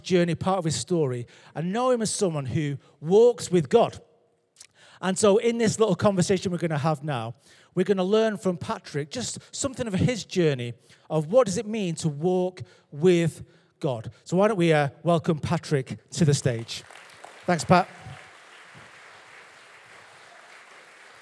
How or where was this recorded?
large echoing room